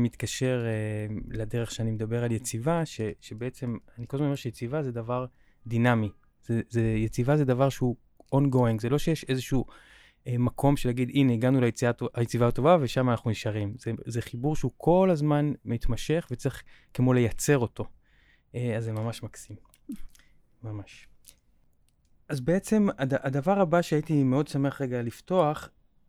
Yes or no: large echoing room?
no